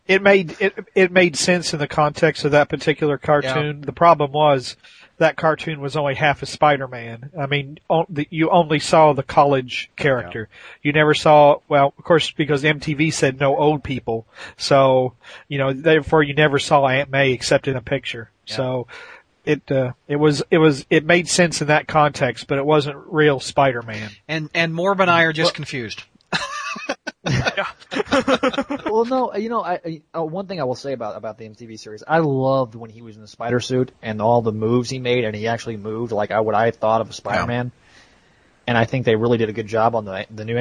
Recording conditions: phone line